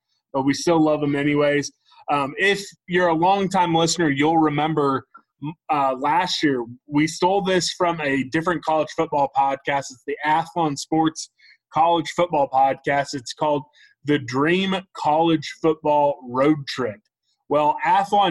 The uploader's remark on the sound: zoom together